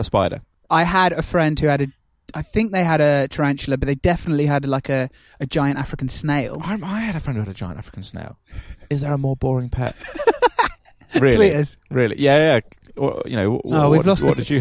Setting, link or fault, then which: setting, outdoors